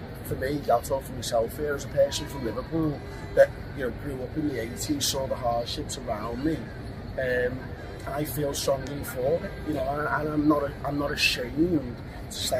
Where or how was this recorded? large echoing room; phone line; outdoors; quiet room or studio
outdoors